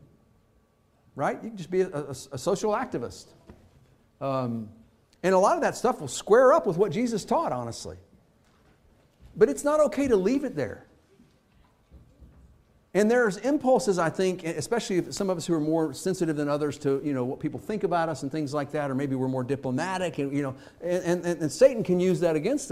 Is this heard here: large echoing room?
yes